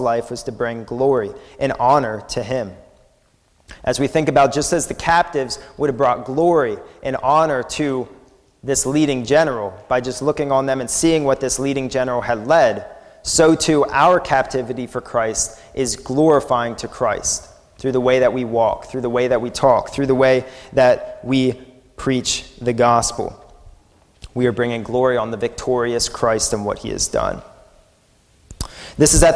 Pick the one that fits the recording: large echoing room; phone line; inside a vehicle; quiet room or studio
large echoing room